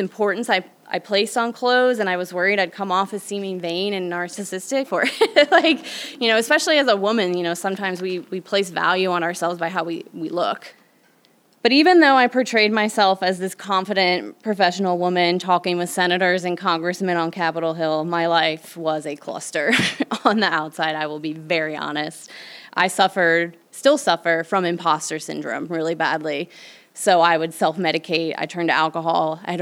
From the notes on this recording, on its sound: Our debut episode was recorded June 2022 at the Tattered Cover Bookstore in Denver.